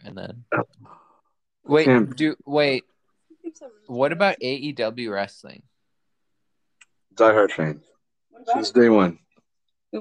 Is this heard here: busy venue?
no